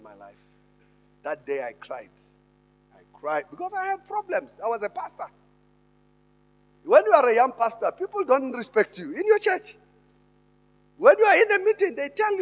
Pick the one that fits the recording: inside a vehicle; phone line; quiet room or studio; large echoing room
large echoing room